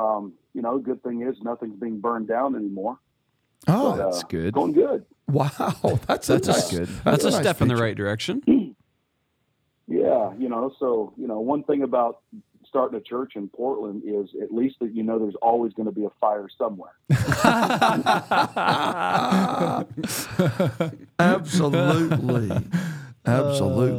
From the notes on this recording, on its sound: This week we bring you gifts, in the form of phone calls to some familiar Kingdom Speak guests.